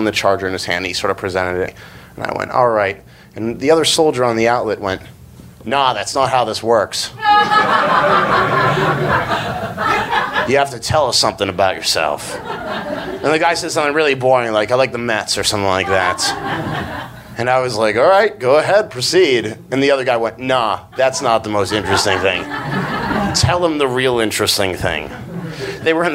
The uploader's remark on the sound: Live From NYC Podfest 2014